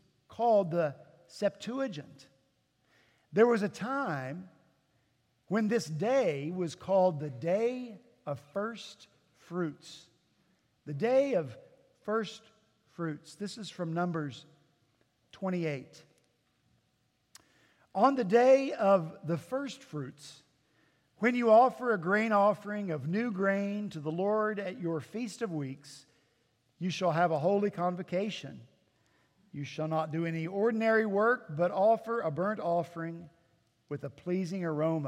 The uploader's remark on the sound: At Redeemer Presbyterian Church in Charleston, SC